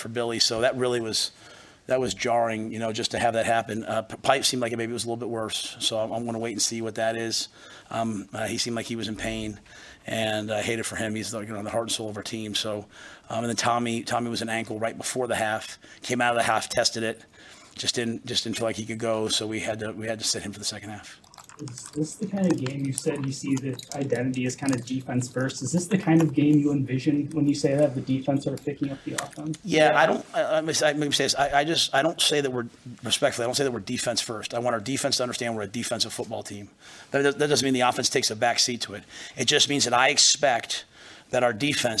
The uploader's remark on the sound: Post Game Press Conference